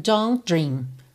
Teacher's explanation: você repara que nem ouve o T de don't, vai direto don't dream.